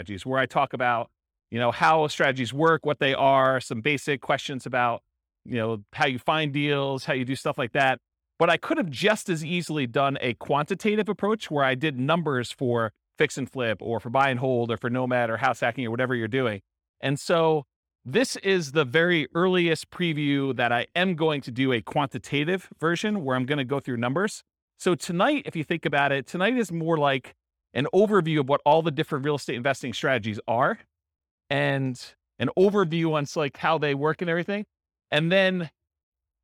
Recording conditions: live audience